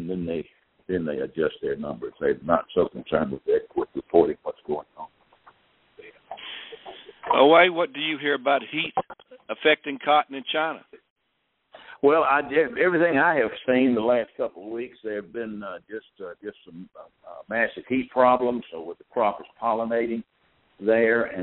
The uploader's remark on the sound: Ag Market Network's Monthly Conference Call